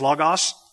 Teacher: that O that you see there is ah, and so it's logos